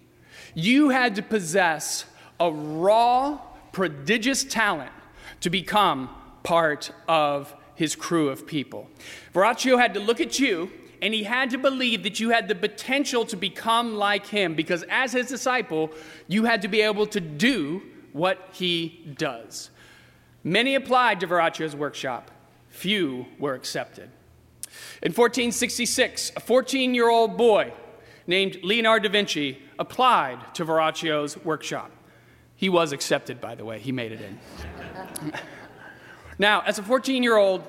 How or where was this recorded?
large echoing room